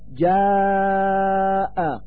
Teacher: أما السبب اللفظي فهو شيئان: أحدهما وجود همزة بعد علامة المد، إما في كلمة واحدة مثل جاء وإما في كلمتين مثل إلى أجل، فإن صورة حرف الألف في كلمة جاء هي علامة المد، ووجود الهمزة بعدها هي السبب في إطالة هذا المد أكثر من حركتين صوتيتين